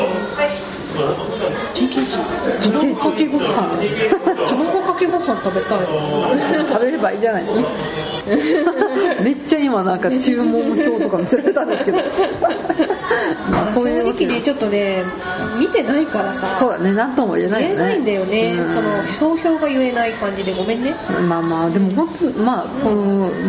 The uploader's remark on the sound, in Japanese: 飲食店での収録のため、雑音がかなり入っていますが、ご容赦下さい。